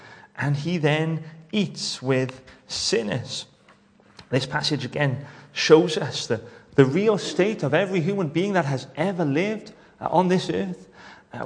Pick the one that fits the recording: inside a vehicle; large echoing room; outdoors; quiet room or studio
large echoing room